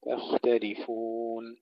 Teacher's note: ترقيق التاءين وبينهما الخاء مفخمة